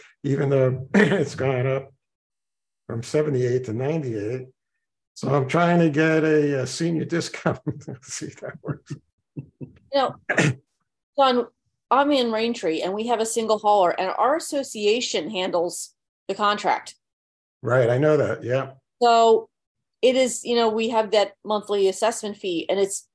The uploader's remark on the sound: Participants in the 22 May 2023 Meet Mack Monday Zoom meeting.